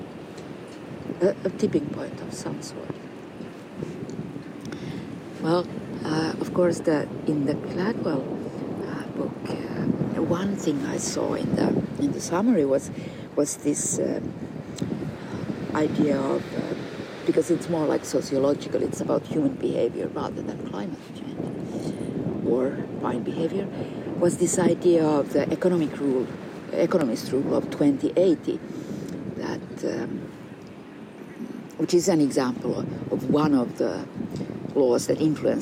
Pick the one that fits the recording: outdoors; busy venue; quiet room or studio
outdoors